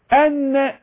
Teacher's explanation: فيها هيحصل هزة في الاوتار الصوتية، انظر الى طرف اللسان مع اللثة، ايضا خروج الهواء هيخرج الى التجويف الانفي وليس التجويف الفم. اذا دلوقتي اهو الهواء يخرج الى فوق لفوق لفوق للتجويف الانفي اللي فوق خالص، أيوة ما شاء الله. · Term: النون الساكنة